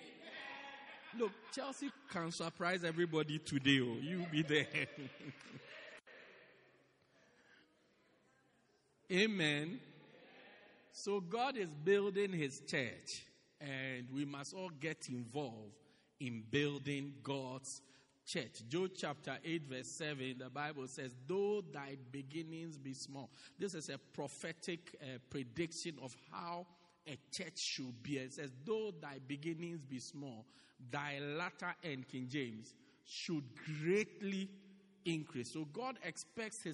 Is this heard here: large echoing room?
yes